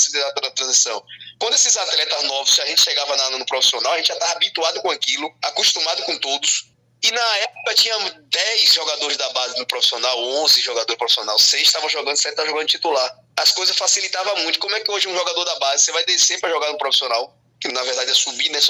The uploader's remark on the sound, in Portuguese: por telefone com o ex-atacante